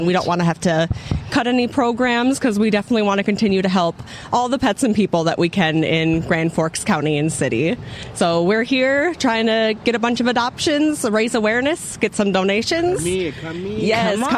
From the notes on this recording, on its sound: Mixed Culture on location at the Circle of Friends Animal Shelter Lock-In fundraiser. Who are going to be locked-in and in tents at their Adoption Center.